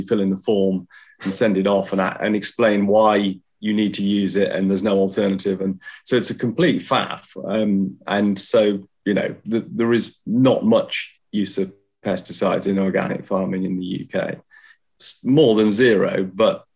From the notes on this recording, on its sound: on Zoom